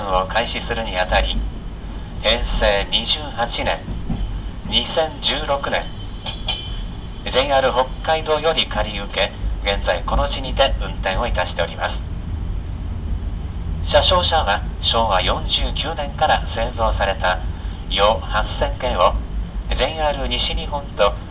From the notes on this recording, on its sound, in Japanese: SL大樹 鬼怒川温泉への旅（車内編）。計5台のレコーダーで収録した音源をミックスした音源です。スピーカー越しのアナウンス音と車内・外の効果音の混ぜ合わせの妙をお楽しみください。